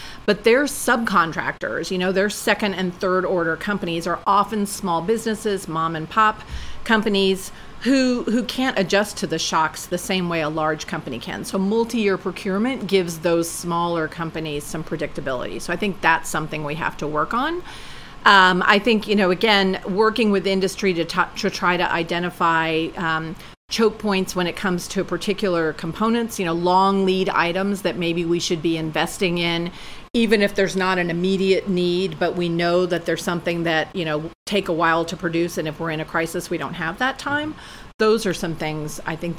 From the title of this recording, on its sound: Live from RNDF22